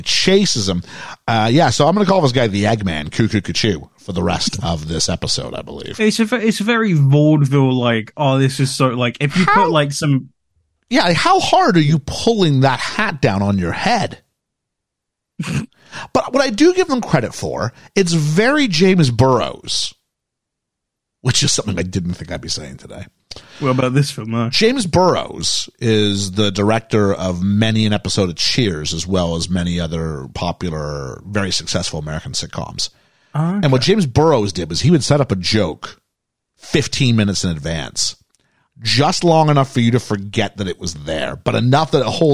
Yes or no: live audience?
no